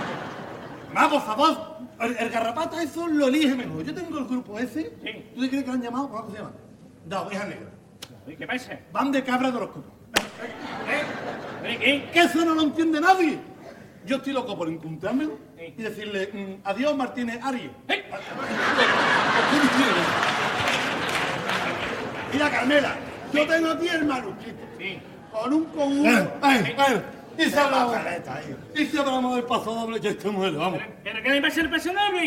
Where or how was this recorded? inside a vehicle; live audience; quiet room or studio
live audience